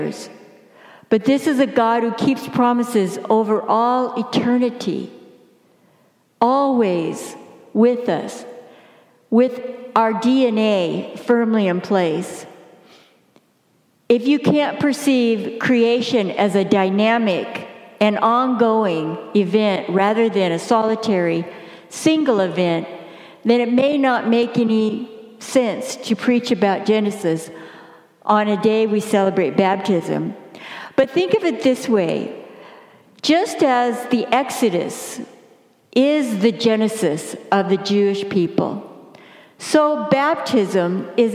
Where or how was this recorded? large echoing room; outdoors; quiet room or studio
large echoing room